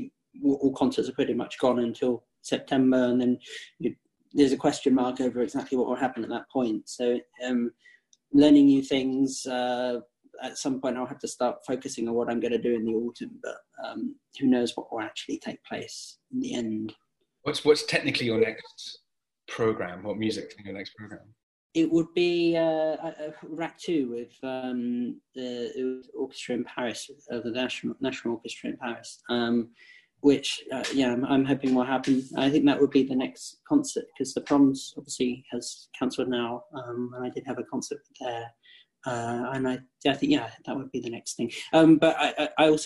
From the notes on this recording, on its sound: Instead, here they meet for the first time, on Zoom.